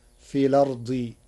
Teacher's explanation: قرأ ورش كلمة الأرض بنقل حركة الهمز إلى الساكن قبلها فتصير في الأرض تخفيفا.